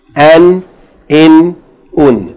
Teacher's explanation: pronounce that vowel as though there's a N, a noon, following the vowel sound · Term: tanween